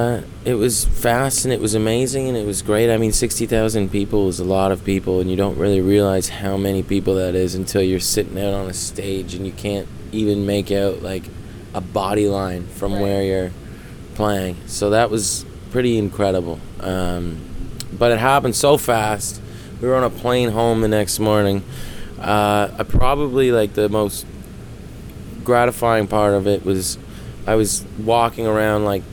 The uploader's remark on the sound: This month, we were at the Area 506 festival in Saint John, hosting a special "strange" lounge backstage for all the artists.